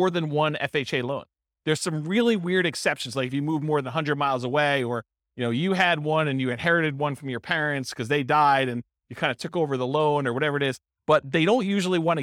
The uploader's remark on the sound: This was a live class recorded